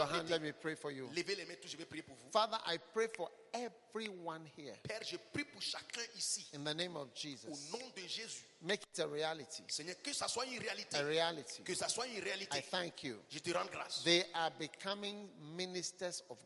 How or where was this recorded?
large echoing room